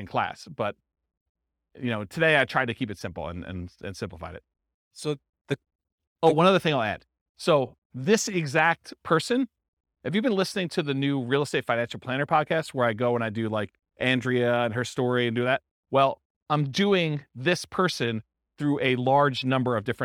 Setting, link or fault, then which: setting, live audience